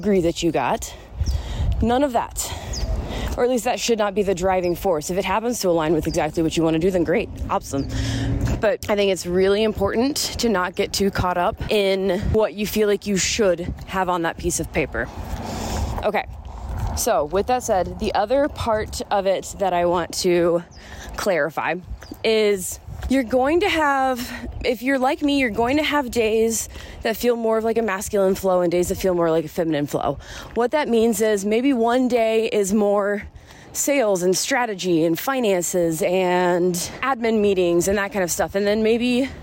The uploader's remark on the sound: I was taking a walk around my neighborhood before it gets too hot here in AZ while recording this, so enjoy the background birds and my breathlessness